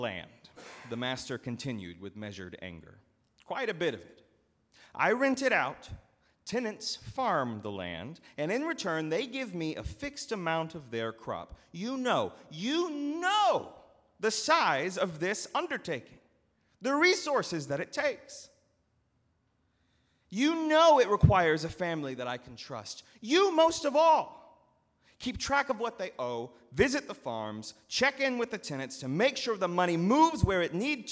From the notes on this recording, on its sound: at Northminster Church on September 22, 2019